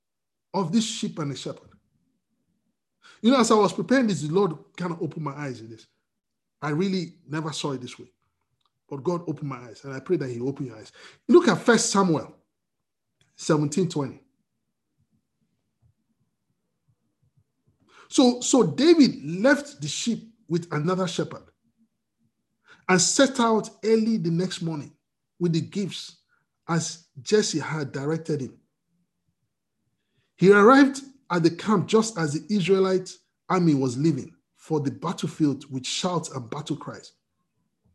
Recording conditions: video call